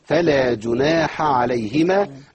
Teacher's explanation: الهمس في الحاء وعدم الهمس في العين · افصل الحاء والعين وابتدي ايه، افصل بينهم في الصوت، لان الحاء والعين بيخرجوا من مخرج واحد